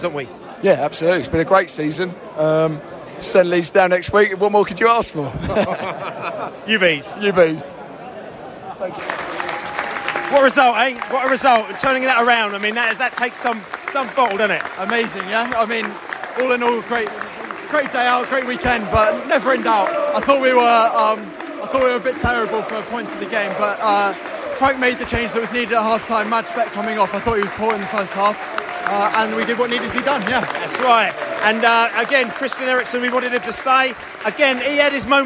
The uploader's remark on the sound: post-match podcast from the stands